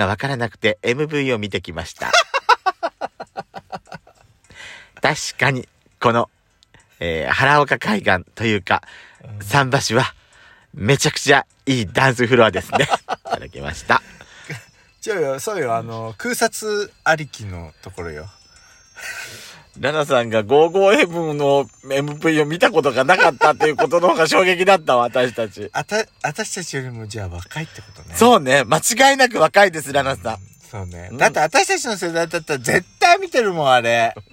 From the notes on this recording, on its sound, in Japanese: 2人組。パーキング収録。